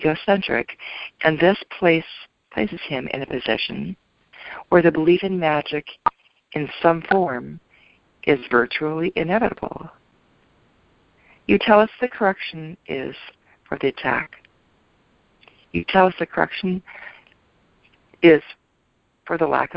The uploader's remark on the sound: ACIM Daily TEXT Conference Call